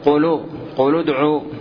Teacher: ضمت اللام عند أكثر القراء لمناسبة ضمة العين بعد الساكن الثاني